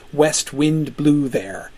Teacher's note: That is what in technical poetic language we call spondi. That is several equally stressed syllables all kind of slapped in there together.